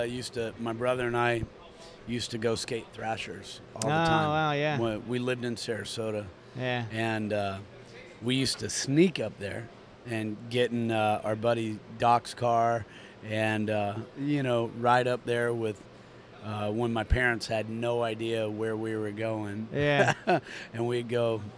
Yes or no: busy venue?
yes